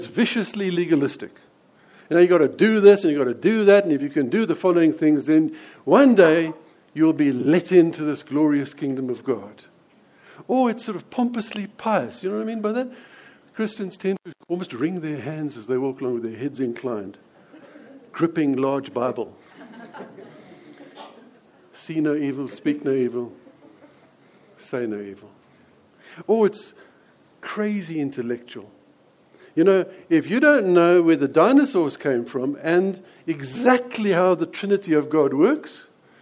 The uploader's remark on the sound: preached at Lonehill Village Church on Christmas day.